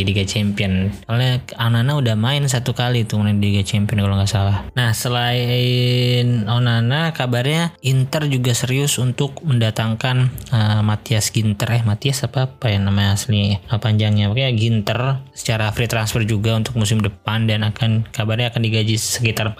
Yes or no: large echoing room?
no